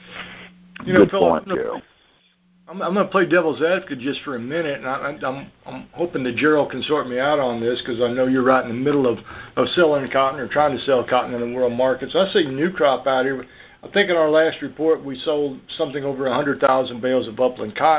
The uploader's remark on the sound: June 2018 Monthly Conference Call